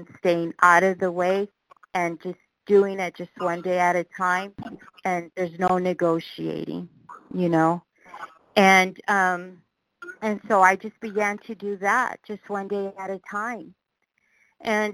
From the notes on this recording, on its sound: qualification from the 100 Pounders Phone Meeting